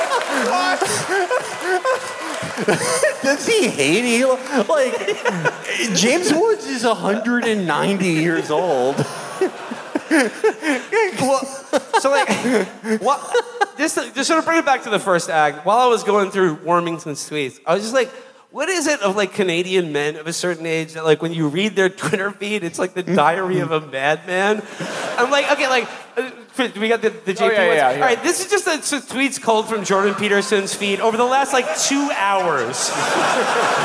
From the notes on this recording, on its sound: Live From Toronto. Our live show from Toronto.